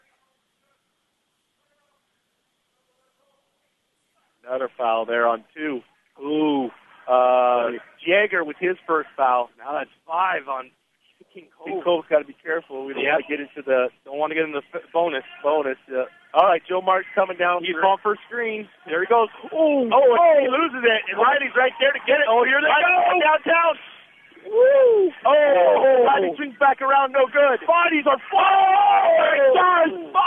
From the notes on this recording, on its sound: Today’s game brought to you live from Sand Point